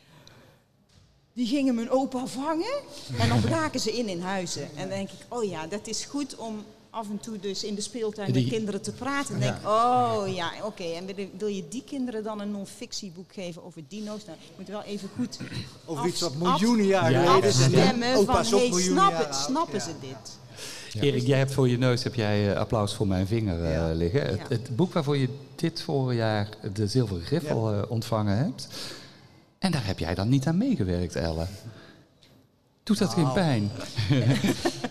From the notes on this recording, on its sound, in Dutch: Live in de LocHal.